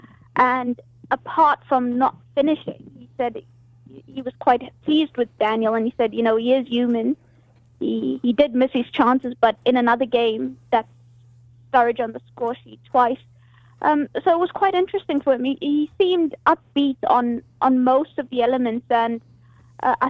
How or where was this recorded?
phone line